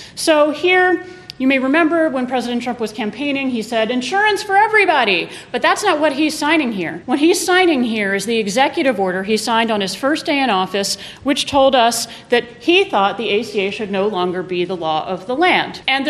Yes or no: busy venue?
yes